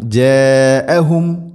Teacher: ജാഅഹും മദ് മുത്തസിൽ, മദ്ദിൻ്റെ അക്ഷരമായ അലിഫിന് ശേഷം ഹംസ, അതേ പദത്തിലാണുള്ളത്. നിർബന്ധമായിട്ടും നാലോ അഞ്ചോ ഹർക്കത്തിൻ്റെ ഖദറിൽ നീട്ടണം, അതാണ് മദ് മുത്തസിൽ